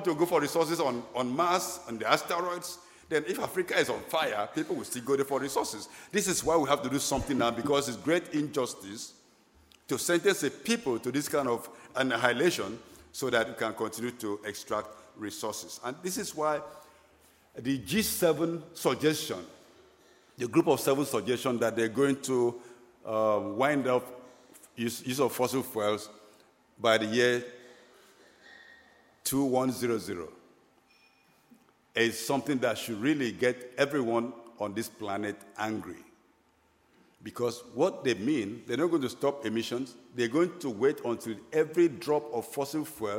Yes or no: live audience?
yes